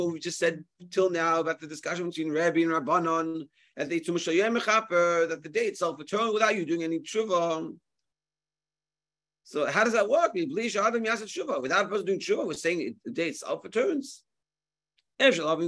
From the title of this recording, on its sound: Zoom Shiur